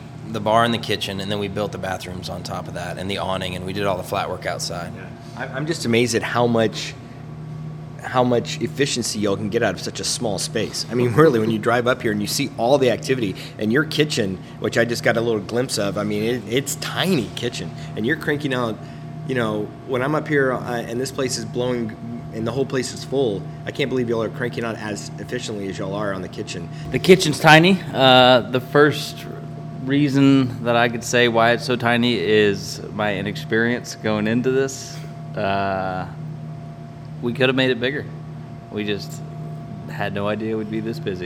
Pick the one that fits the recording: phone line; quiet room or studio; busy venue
busy venue